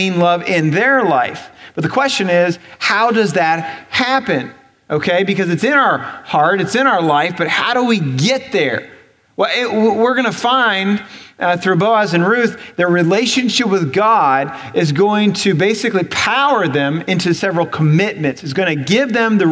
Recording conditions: large echoing room